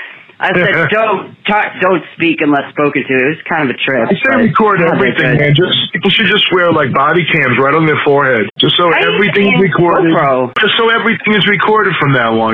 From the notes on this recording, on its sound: My first call in show